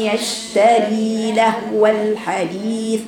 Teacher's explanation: بقطع صوت الشين يشتري يشتري ما هي يشتري على بعضها بس طولي صوت الشين لأن فيها رخاوة. عدم إظهار من أخطاء الواقع فيها عدم إظهار صفة التفشي والرخاوة لأنك بتقطعي صوتها يشتري كأنك حولتها لحرف إيه شديد.